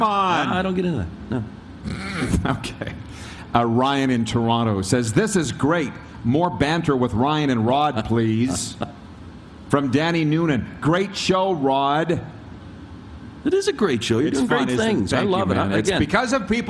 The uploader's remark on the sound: We are LIVE from the Grey Eagle Resort and Casino in Calgary, Alberta